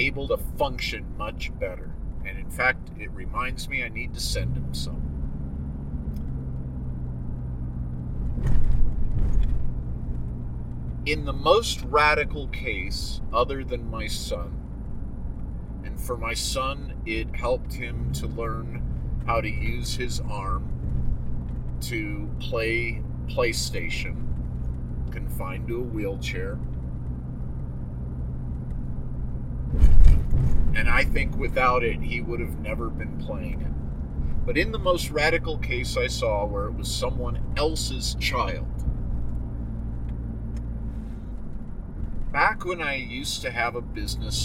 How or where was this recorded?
inside a vehicle